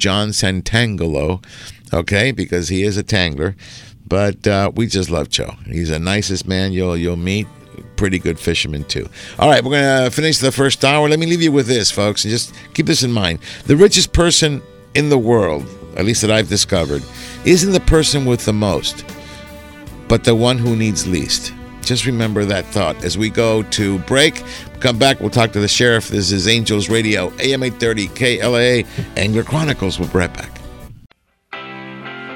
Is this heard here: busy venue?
yes